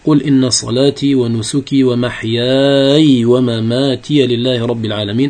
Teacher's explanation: محياي قرأه بالإسكان فجمع بين الساكنين